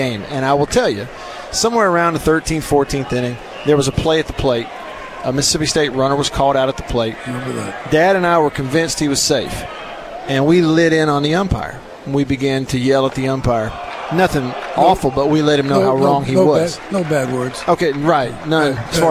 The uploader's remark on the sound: LIVE at the 2021 SEC Tournament